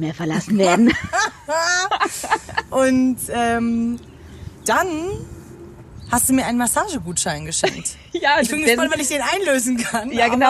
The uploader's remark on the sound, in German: Social Distancing treibt uns raus, raus in die Industrieanlage eines Berliner Bahnhofs, rein in eine spontane Aufnahme unter freiem Himmel.